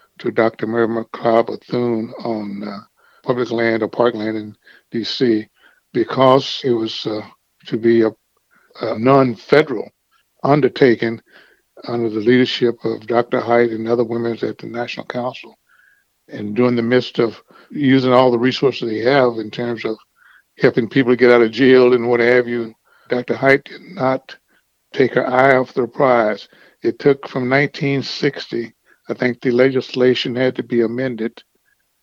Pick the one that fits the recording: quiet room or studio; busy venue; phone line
phone line